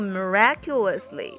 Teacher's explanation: 是萦绕心头。这个 clock tower，注意这个 clock，它是一个短音的 r，圆口 r。那么在发这个音的时候呢，我们嘴巴尽量的张大。有一些美国人呢，把它发的就和 r 没什么区别，clocktower。或者呢，我们发的时候后边也可以带一些 r 的感觉。那么发出来的感觉就是嘴巴先大，后往后呢可以稍微收一点，就是先大后小，clock。那么接下来这个 miraculously，注意不要发成 miraculously 哈，这里边是没有这个 r 音的，所以舌头是不能打卷的